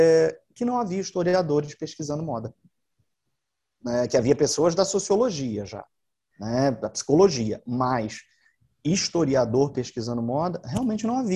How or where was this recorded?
video call